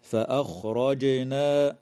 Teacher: وتقلقل الجيم في كلمة فأخرجنا في موضعيها